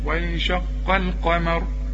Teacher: رقق اللام ورقق كمان الميم، وانشق القمر، والراء ما دام حنقف عليها وقبلها مفتوح تفخ.